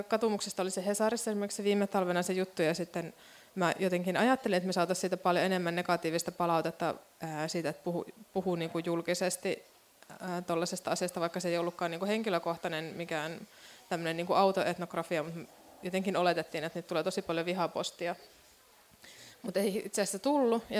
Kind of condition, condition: setting, live audience